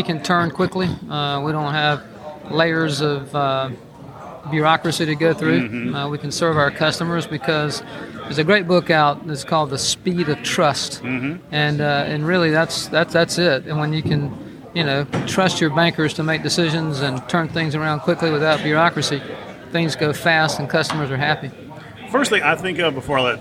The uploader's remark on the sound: Recorded from the 2023 Community Bankers of Georgia Annual Conference and Trade Show